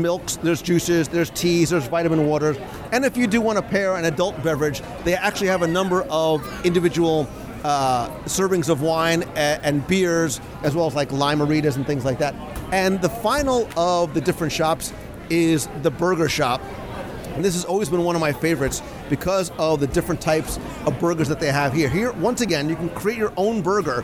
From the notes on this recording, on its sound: Live Review of the Landscape of Flavors at Disney’s Art of Animation Resort. Join me for a live restaurant review of the Landscape of Flavors at Disney’s Art of Animation Resort.